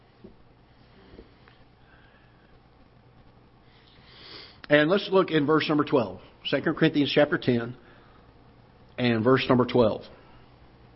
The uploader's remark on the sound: Ketha Heights Baptist Church ~ Live Broadcast